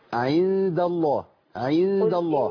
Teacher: أنا عندي الدال مرققة على طول التقط بلام اسم الجلالة أفصلها.